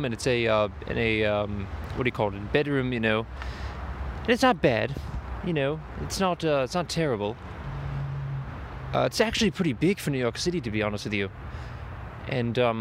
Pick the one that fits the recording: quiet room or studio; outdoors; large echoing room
outdoors